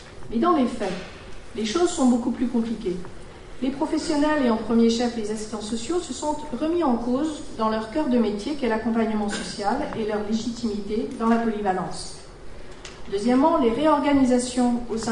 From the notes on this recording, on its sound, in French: Lors du colloque organisé le 29 janvier 2016 aux Archives nationales